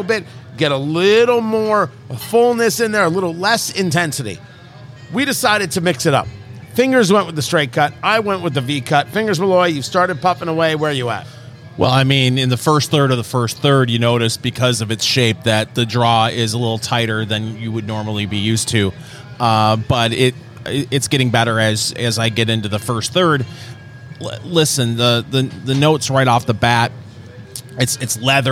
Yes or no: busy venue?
yes